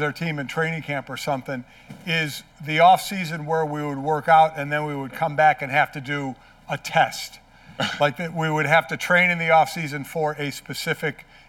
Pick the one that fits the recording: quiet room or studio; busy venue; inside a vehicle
busy venue